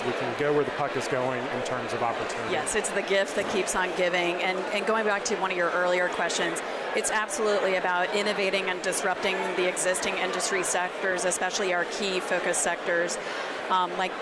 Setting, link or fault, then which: setting, busy venue